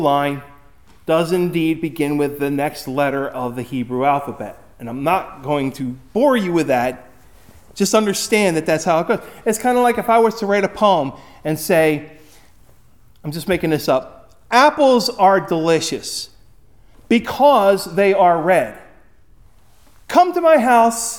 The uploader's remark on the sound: Recorded at Hudson UMC on February 18, 2024